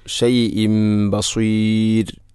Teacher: അവിടെ ഷൈഇൻ എന്ന തൻവീന് ശേഷം ബ വന്നാൽ ഇഖ്ലാബ് എന്നതാണ്. തൻവീനിനെ മീമാക്കി മാറ്റുന്നു.